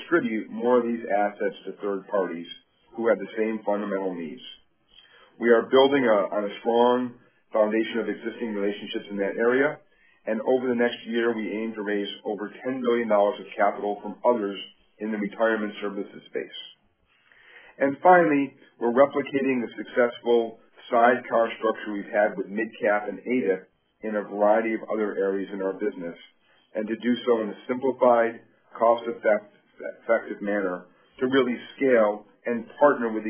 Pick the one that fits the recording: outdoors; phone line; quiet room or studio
phone line